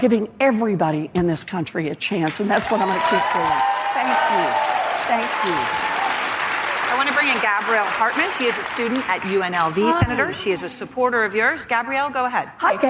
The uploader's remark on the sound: answers questions from voters in Nevada during a live town hall